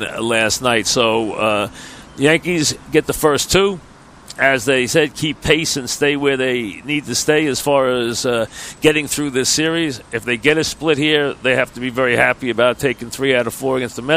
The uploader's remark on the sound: Live from Citi Field as the 2017 Subway Series shifts from the Bronx to Queens.